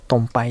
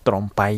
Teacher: タイ人のネイティブの話すタイ語だと、その二重子音の L や R がなくなる · Shown in: first take